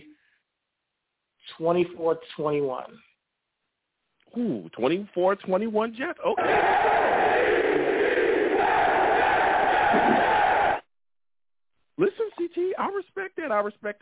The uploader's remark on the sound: I take live callers!